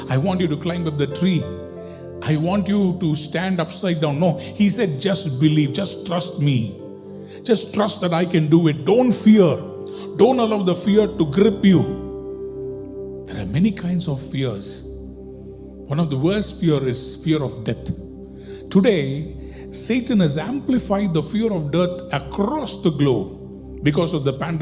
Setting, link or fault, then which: setting, large echoing room